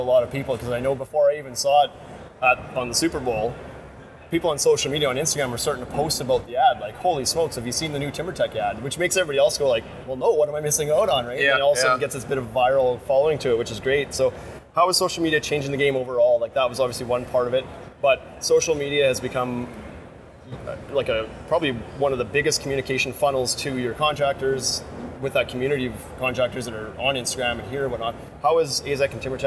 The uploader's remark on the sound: Live from Las Vegas at IBS 2019